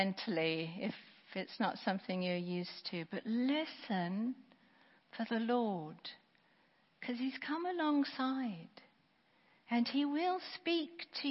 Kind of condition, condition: setting, large echoing room